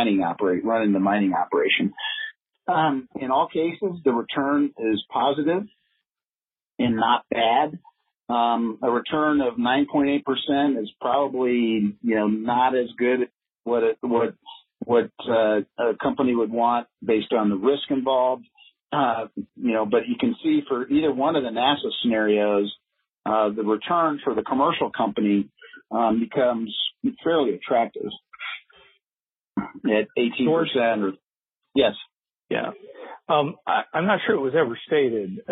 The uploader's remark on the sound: This talk was featured in the mid-June Future In-Space Operations weekly teleconference.